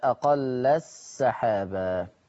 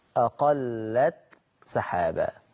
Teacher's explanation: التاء تظهر عند السين · Shown in: second take